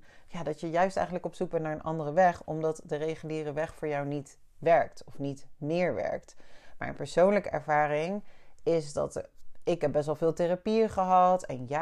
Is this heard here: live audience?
no